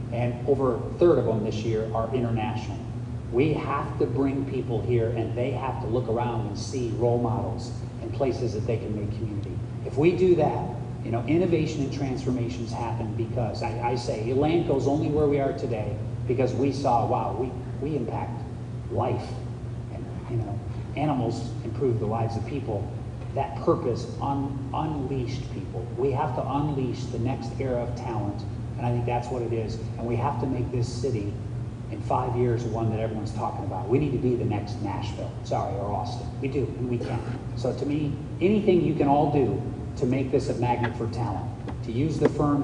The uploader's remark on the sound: AgriNovus hosted a panel discussion at Indiana's first Global Economic Summit last week and we've got the full session right here.